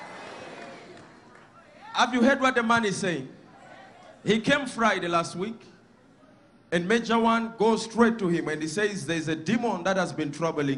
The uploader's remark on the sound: Sunday Live Service 21/05/17 | ECG CHURCH.